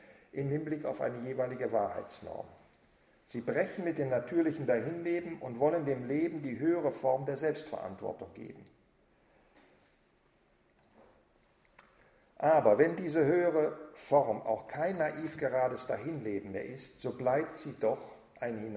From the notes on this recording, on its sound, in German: Vortrag im Rahmen der Husserl-Arbeitstage 2009